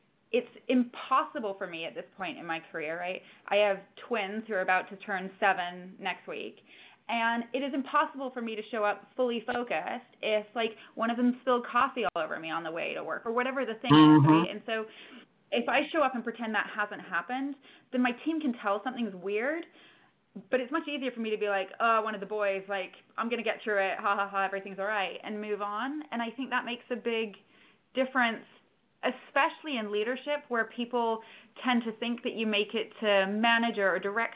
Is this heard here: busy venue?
no